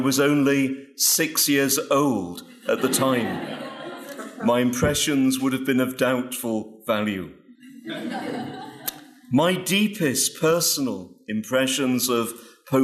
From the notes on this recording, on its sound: Paul VI Catechetics Lecture at Franciscan University of Steubenville